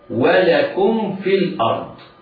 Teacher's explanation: ميم ساكنة تخرج من بين الشفتين، بعدها فاء مخرجها أطراف الثنايا، أطراف الثنايا العليا وبطن الشفة السفلى.